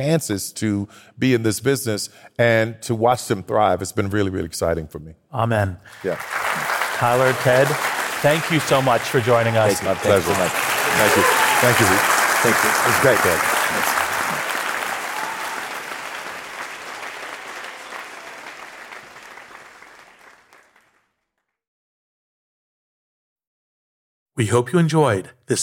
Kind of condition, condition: setting, live audience